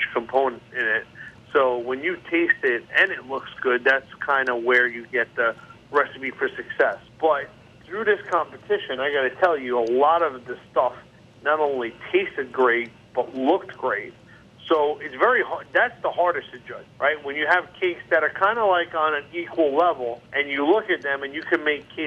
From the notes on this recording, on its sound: hop on the phone with celebrity baker